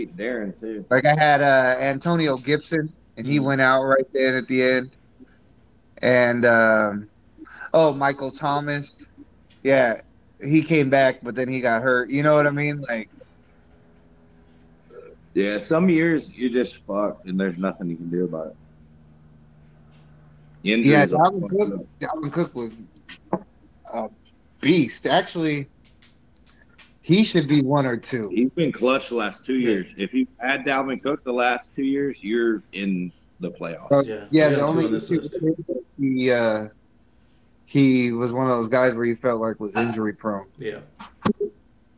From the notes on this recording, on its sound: Finally recorded one of our group calls